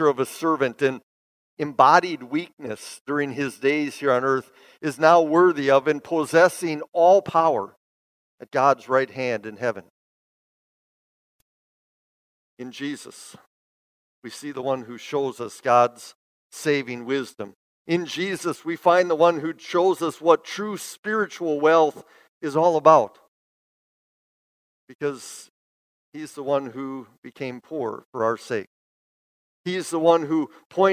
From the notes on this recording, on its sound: Bethany, Appleton, WI. Preached this sermon at Bethany's Sunday worship on May 1, 2022.